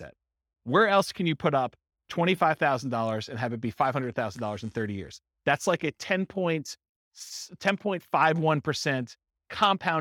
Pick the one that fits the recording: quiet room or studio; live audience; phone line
live audience